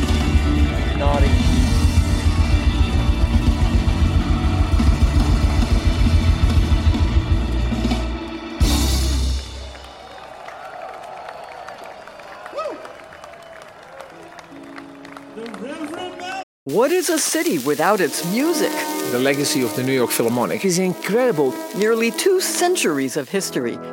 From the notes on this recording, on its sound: Taking The Trip To Skull & Roses Festival. This is an audio documentary of our experience at this historic and incredible festival. A short backstage interview.